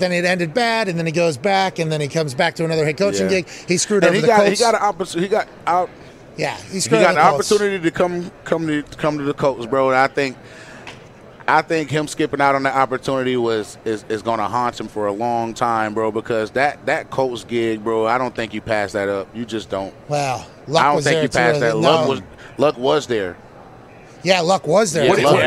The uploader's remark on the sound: LIVE From Radio Row In LA